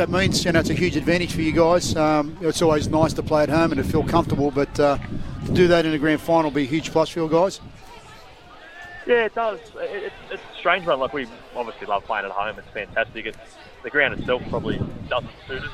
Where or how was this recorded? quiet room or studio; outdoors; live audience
outdoors